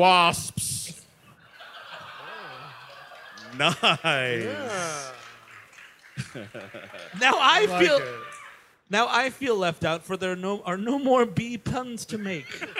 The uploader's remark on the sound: Live at the Gramercy Theatre